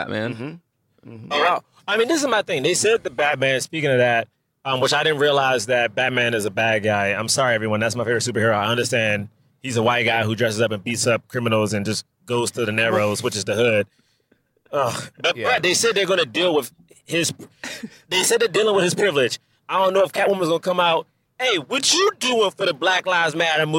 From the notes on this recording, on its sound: From Rental Car City as he podcasts live from the road.